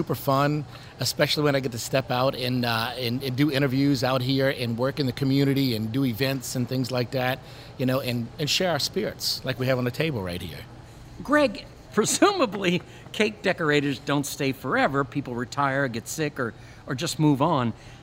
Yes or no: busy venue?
yes